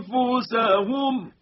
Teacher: ظلا ظلیلا و اما نزد حرف فا در یک کلمه انفسهم میبینیم که اخفای ما این دفعه دیگه حالت ترقیق گرفت